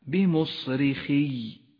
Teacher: إذا أردت أن تقف على كلمة بمصرخي فتنبه لشدد حرف الياء